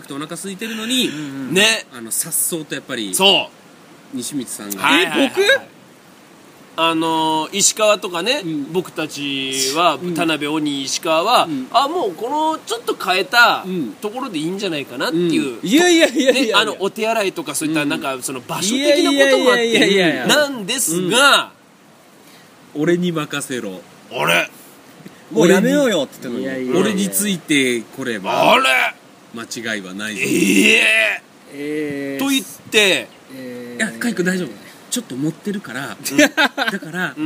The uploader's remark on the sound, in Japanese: 酔っ払い達のアウトドア収録